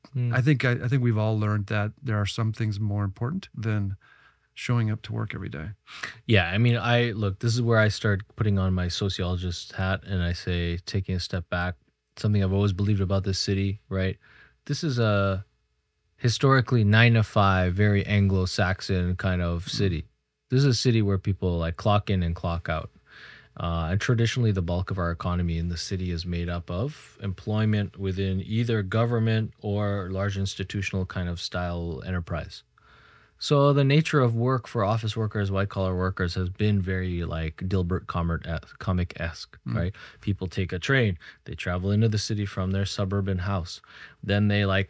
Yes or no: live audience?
no